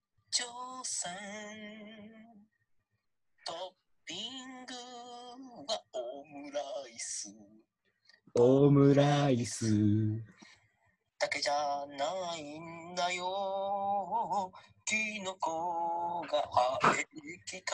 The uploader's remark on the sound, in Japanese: 東京を舞台に活動する劇団、幻ノ國がお届けするラジオ。初のzoom画面収録ラジオ。